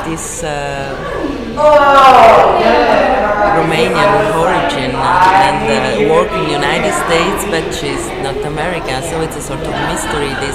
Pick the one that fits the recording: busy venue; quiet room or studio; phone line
busy venue